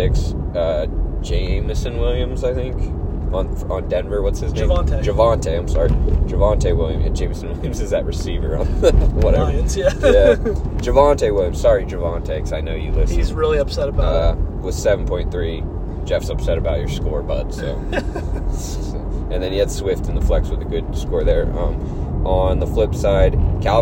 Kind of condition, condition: setting, inside a vehicle